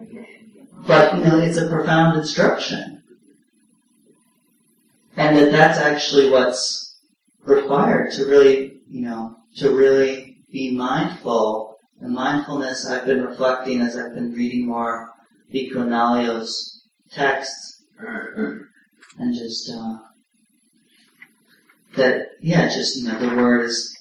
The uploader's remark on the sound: (Common Ground Meditation Center). Please note this audio file has poor audio quality.